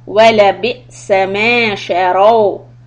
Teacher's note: همزة give a little hiccup